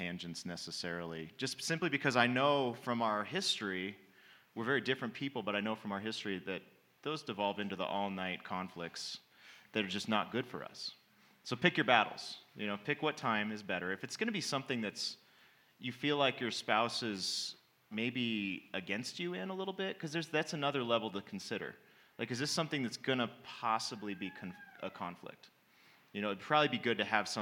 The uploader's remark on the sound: Panel and Q&A - Me and My House Summit